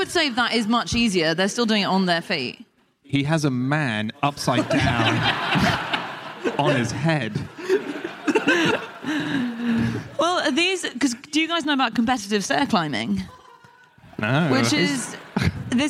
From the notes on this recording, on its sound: Live from Edinburgh